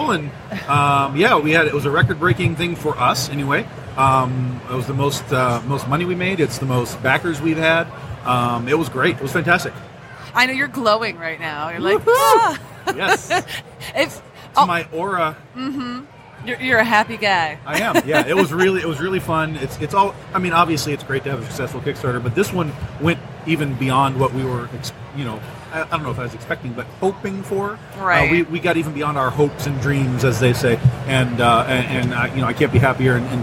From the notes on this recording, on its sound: Live from Motor City Comic Con.